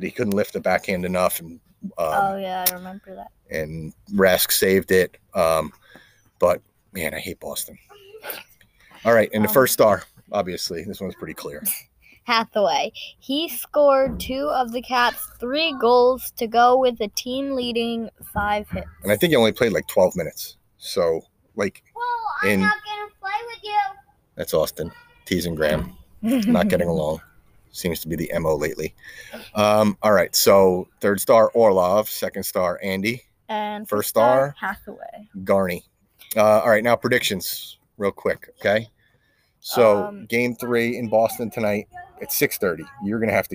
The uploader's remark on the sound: recording al fresco